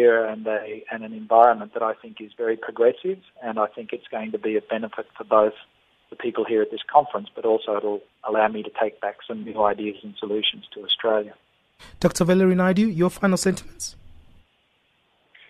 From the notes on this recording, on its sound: we are joined on the line